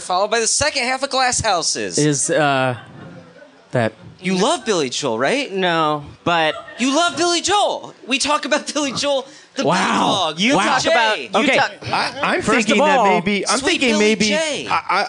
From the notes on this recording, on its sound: Live at Union Hall.